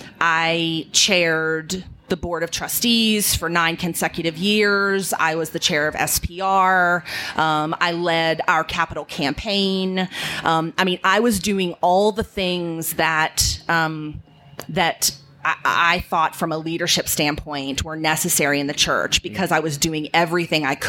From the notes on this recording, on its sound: This episode was recorded live from the Wild Goose Festival podcast stage on July 12, 2019 in Hot Springs, NC.